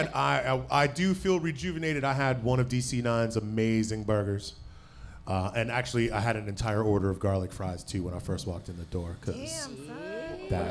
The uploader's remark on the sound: The District Of Misfits Show Live From DC9, WASHINGTON DC. Coming to you LIVE from DC9!